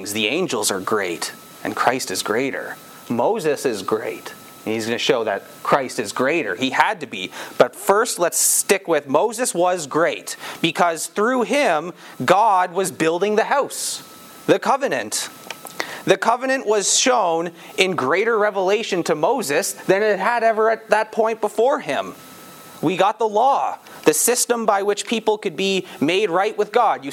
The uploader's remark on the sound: This sermon was preached on September 4, 2022, at Campbell Baptist Church, Windsor, ON.